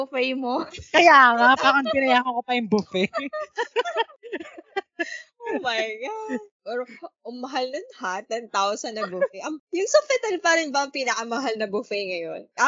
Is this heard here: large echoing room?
no